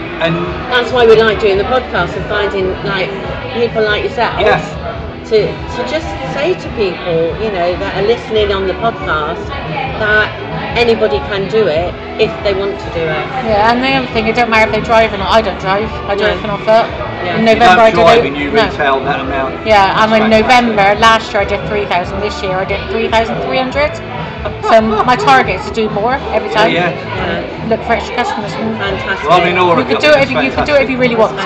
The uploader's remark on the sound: We make no apology for the background noise because we spoke to these ladies at the Achievers New Year Gala Dinner, we hope you can hear the enjoyment of the whole team enjoying themselves.